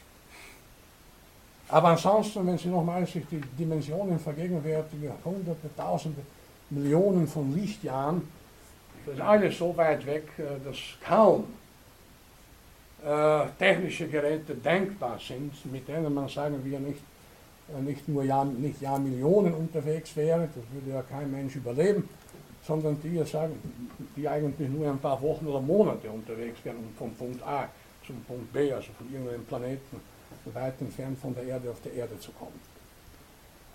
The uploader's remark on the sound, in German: Diese Vorlesung wurde von Studierenden der Uni Wien aufgenommen